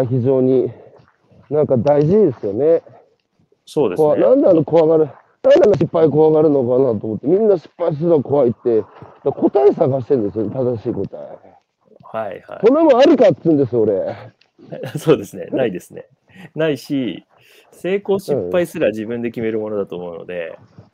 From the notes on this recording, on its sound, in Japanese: 歩きながら1時間、対談する